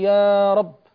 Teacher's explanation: نطول صوتنا بالألف ولا موجب لذلك، يعني ليس بعد الألف همزة أو سكون، وإنما مددنا مدا معنويا، نقصد التضرع والتذلل إلى الله سبحانه وتعالى وأن يتقبل منا دعاءنا، فنقول يا رب.